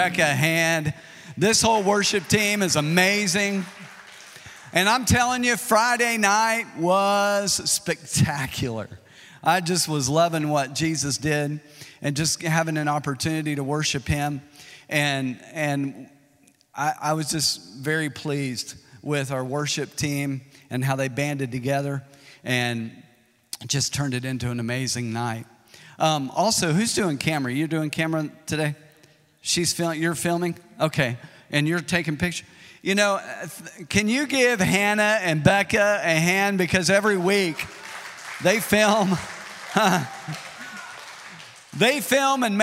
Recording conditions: large echoing room